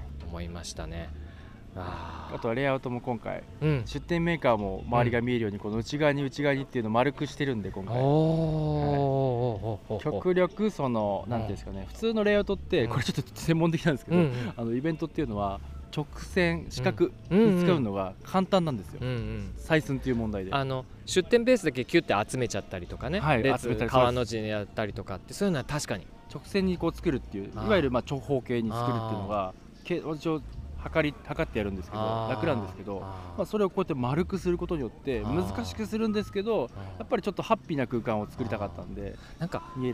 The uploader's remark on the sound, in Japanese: 収録地： 茨城県土浦市 霞ヶ浦総合公園。収録機材： ZOOM F3 (レコーダー)、ZOOM ZSG-1, AKG D5, C3000B（マイク）。